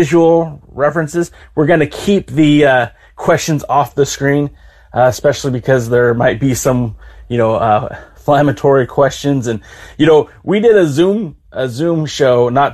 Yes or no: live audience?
no